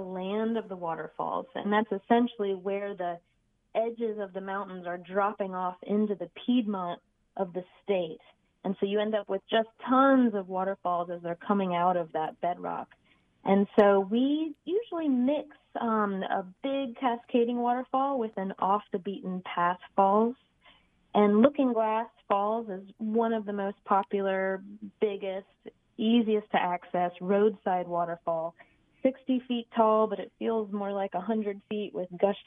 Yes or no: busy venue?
no